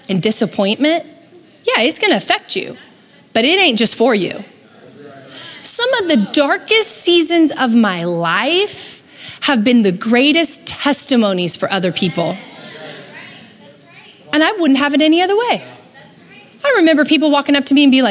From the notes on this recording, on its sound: Recorded live at Capital Church in Meridian, Idaho